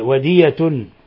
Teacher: الياء مخففة غير مشددة، أنت تشددين الياء